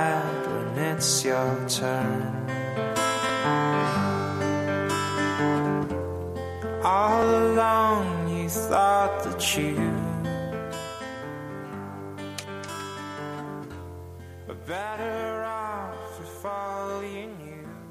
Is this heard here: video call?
no